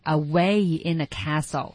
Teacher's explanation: 那必须得把那个 away 的双元音读饱满了